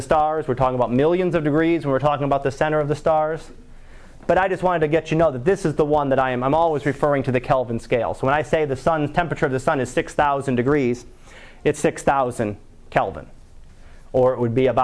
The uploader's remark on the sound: Live Class Lecture